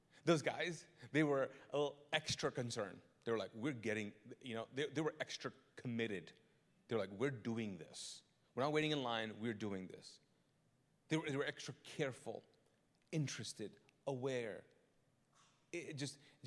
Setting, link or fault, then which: setting, large echoing room